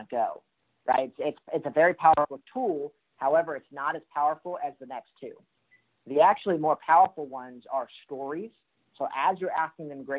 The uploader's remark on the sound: Call Recording